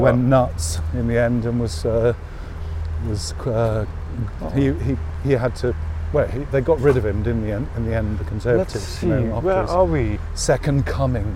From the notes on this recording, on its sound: Begin this Autumnal Berlin historical walk outside the Jewish Synagogue in central Kreuzberg. The streets are strewn with flowers from the day before remembering the horror of Kristallnacht.